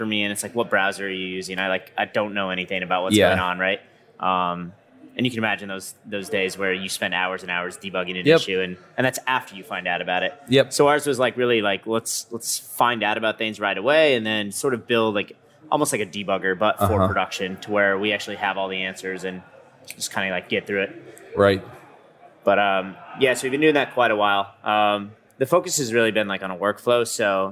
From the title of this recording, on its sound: LIVE at Microsoft Build